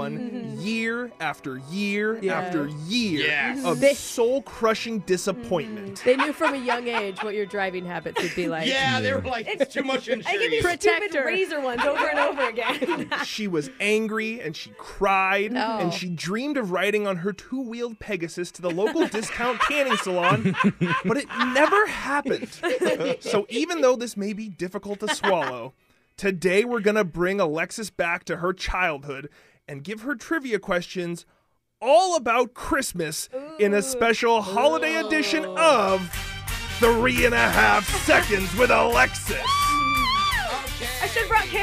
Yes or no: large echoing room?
no